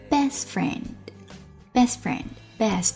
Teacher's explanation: 爆破音 t 后面跟着一个摩擦音 f，所以 t 失去爆破